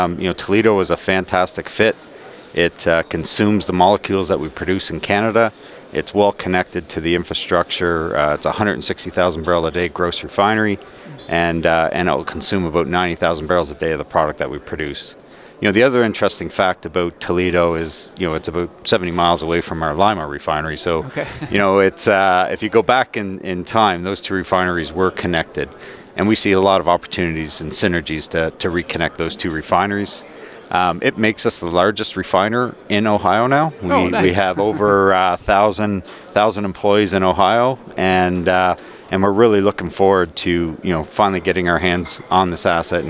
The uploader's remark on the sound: Live at AFPM. At the AFPM Annual Meeting in San Antonio, Texas.